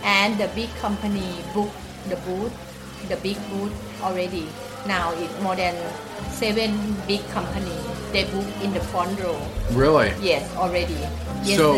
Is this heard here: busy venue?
yes